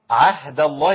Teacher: ما نقولش عهد عشان ما نفخمش الهاء